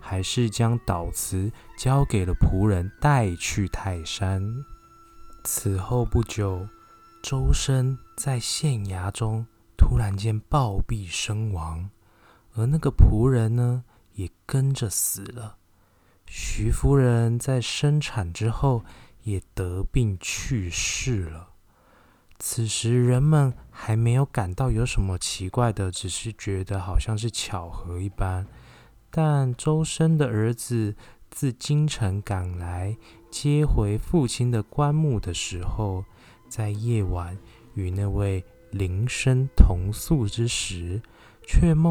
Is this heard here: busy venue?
no